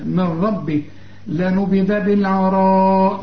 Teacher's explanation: مد أربع حركات علشان المد بعده همزة